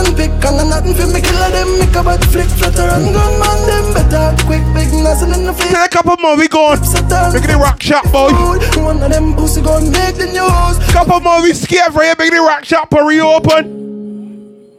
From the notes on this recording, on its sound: LIVE AUDIO FROM THE OFFICIAL REOPENING OF RAKSHAK BAR ORANGE HILL, ST.JAMES BARBADOS.